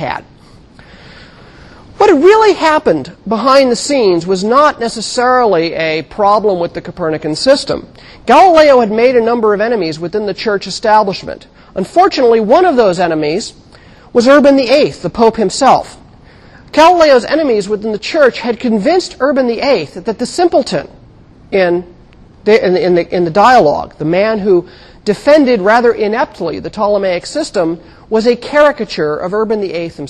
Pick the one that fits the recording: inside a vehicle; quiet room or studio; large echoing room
large echoing room